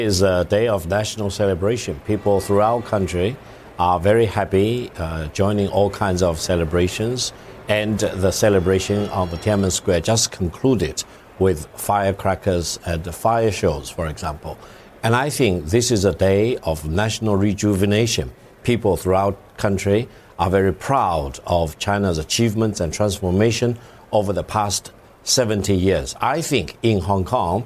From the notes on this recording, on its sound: live from the New York Stock Exchange